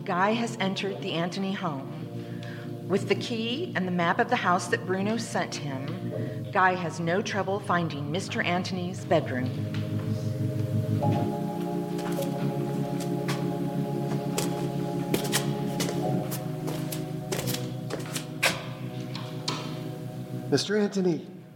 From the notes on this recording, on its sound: In this remake of a Lux Radio Theatre broadcast, The Narada Radio Company presents the audio adaptation of the classic Hitchcock film in front of a live theatre audience! Special release for the 2019 Sonic Summerstock Playhouse.